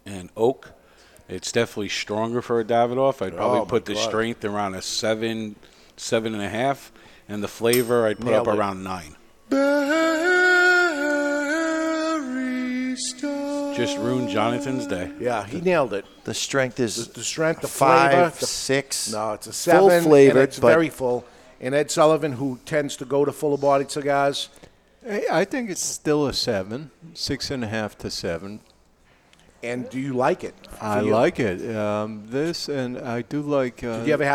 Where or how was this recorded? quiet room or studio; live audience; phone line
live audience